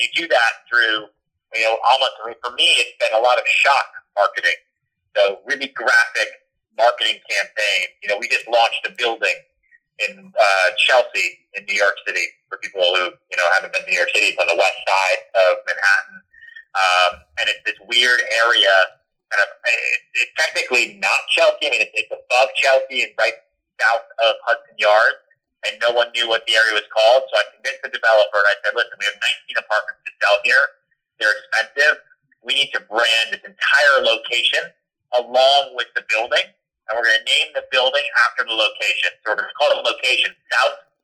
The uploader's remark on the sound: A Phone Call